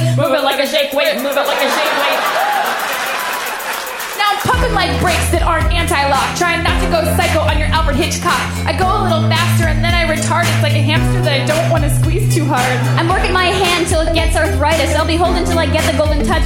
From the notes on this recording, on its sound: Special live show! We packed our ironic tshirts and trekked up to Seattle for the insanely fun Bumbershoot Festival!